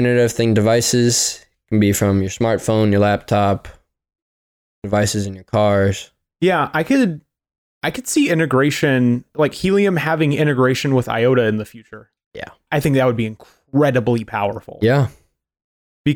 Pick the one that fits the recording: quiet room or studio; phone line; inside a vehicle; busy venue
quiet room or studio